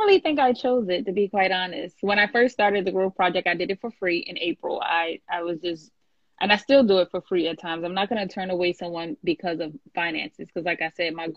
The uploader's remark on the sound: I had to share this live from IG